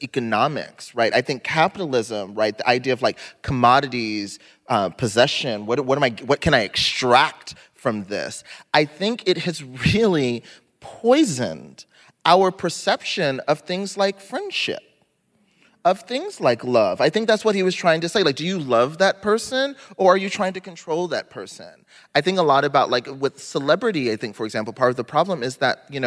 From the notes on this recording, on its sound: Vibe Check LIVE! They answer a few advice questions from the audience.